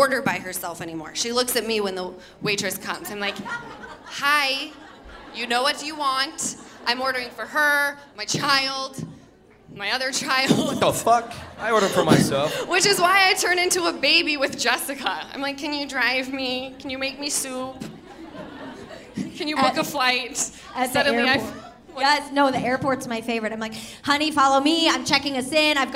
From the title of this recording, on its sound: Live From The Improv